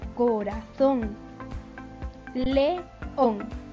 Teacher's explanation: las sílabas tónicas son las últimas. Ral, son y on. · Term: palabras agudas